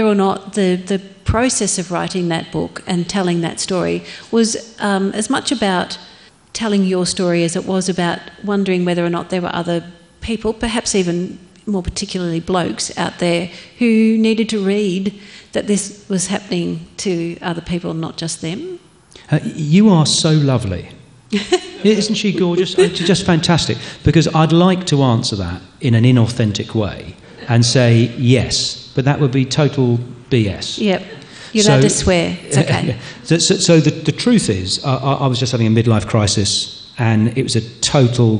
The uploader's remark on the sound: On the Road: Live from the Castlemaine State Festival. Recorded live at the Castlemaine State Festival. Takes to the stage to be interviewed.